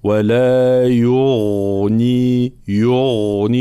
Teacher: الغين مفخمة مجهورة لكي لا تصير شبيهة بحرف الخاء، ثم فيها صفة الرخاوة فنعطيها حقها من جريان الصوت، فلا نقول ولا يغني يغني، لا يغني يغني هكذا.